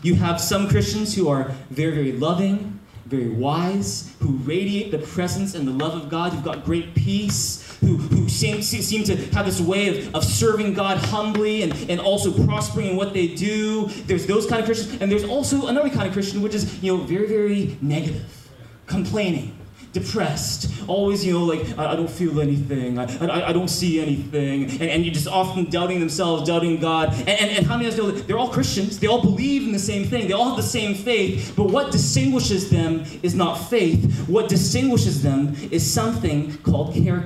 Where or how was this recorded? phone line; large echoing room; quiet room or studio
large echoing room